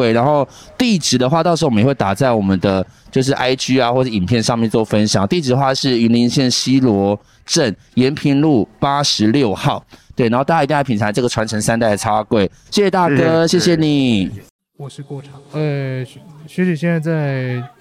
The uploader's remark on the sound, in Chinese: 這次深夜說繪話到雲林拜財神之旅，隨著我們一路邊走邊錄音，。還有採訪到當地不同店家的人物。